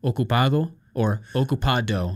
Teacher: the tongue goes more to the teeth, not to the alveolar ridge. · Term: Spanish D